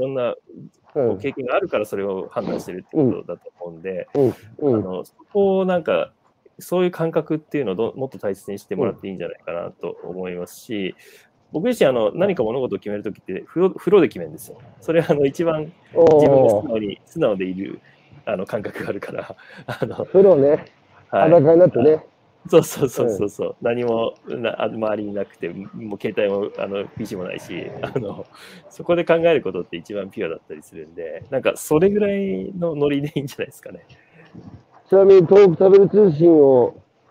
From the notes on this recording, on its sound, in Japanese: 歩きながら1時間、対談する